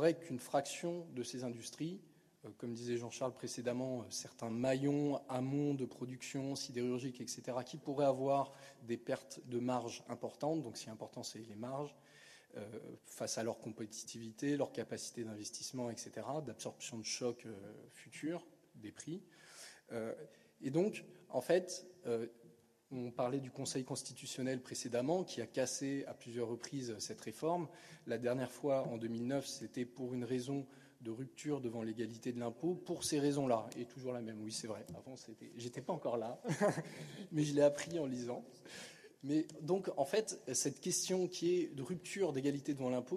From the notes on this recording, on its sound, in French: Devant un public nombreux, La Fabrique Ecologique a inauguré. À la Mairie du 10ème arrondissement, un nouveau format d’événement : Les Controverses Ecologiques.